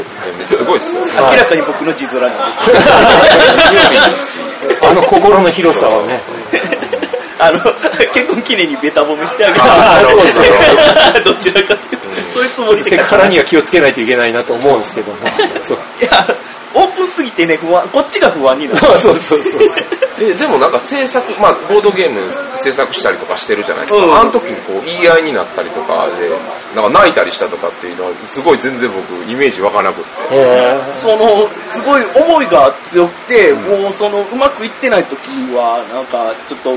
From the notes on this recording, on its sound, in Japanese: ゲームマーケット神戸2017前日会にて。お酒の勢いであれやこれや喋っちゃうよ！！